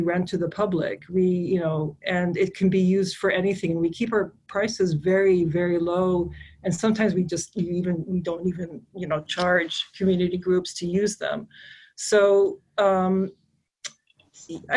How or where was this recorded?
video call